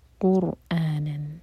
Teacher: را ساکن ہیوی اور پھر حمزہ پر کٹ آف ساؤنڈ. قرآنن، نن یہاں پر اظہار.